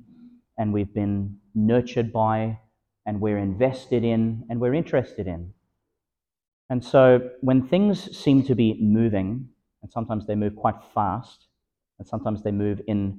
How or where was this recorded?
large echoing room